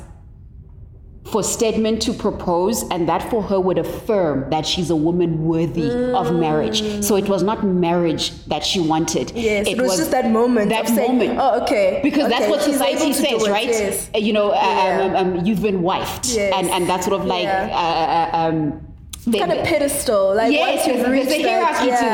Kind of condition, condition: setting, busy venue